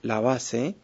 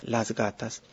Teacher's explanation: se nota que los sonidos B, D y G se hacen más bien más fuertes, oclusivos, después del sonido S · Shown in: second take